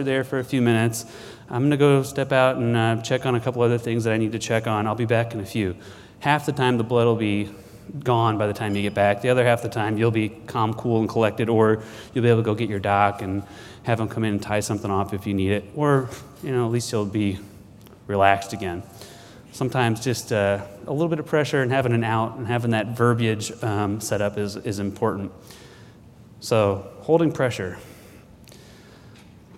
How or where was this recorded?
large echoing room